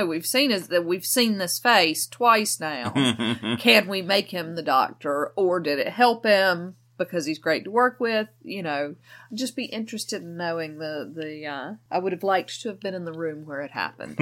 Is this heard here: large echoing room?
no